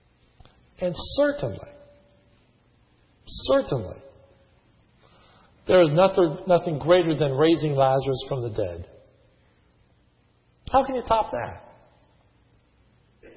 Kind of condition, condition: setting, large echoing room